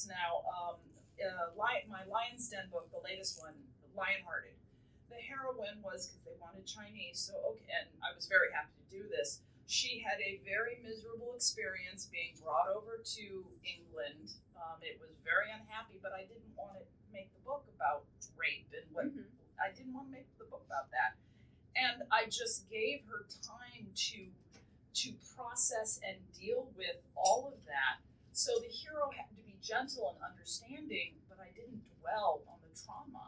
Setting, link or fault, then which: fault, phone or laptop microphone